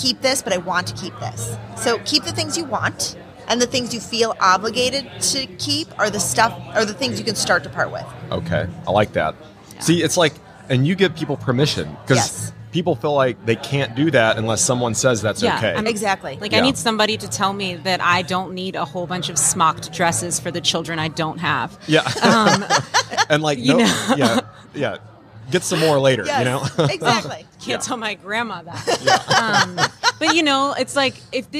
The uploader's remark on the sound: LIVE from HAVEN 2022